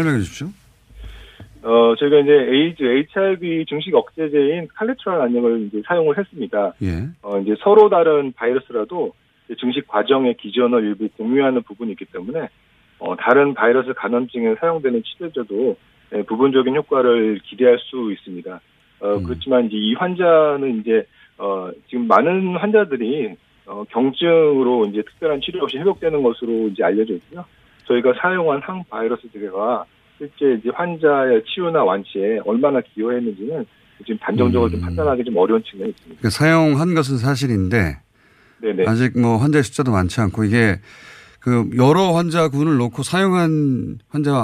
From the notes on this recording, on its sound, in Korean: 전화연결